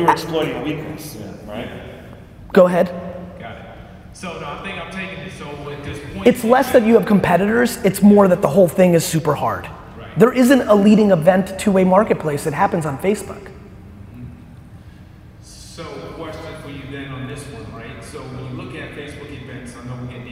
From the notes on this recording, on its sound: got the opportunity to answer Q&amp;A from the crowd!